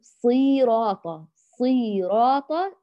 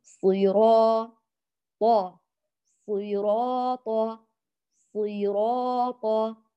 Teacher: بخفض الفك في الصاد وإعطائها حركة واحدة فقط مع مراعاة التفخيم · Shown in: second take · ثم بعد ذلك في الراء نعطيها حركتان باعتبار أن الحرف ممدودا مدا طبيعيا، فنقول صيرا طا صيراطا صيراطا. · الراء ستكون أطول زمنا من الصاد، باعتبار الصاد متحركة بينما الراء ممدودة، فلا نقول صيراطة، صيراطة، هكذا ساوينا بين الزمن الصاد والراء، ومضطنا الصاد وأدخلنا ياء، وهي المفترض صيراطة، بخفض الفك في الصاد وإعطائها حركة واحدة فقط مع مراعاة التفخيم.